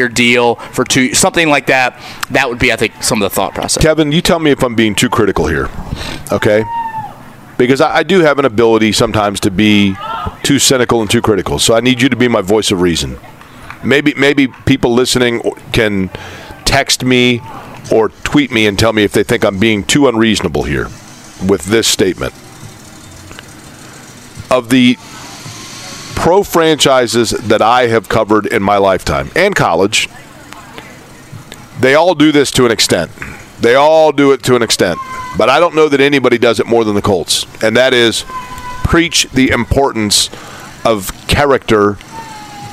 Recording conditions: busy venue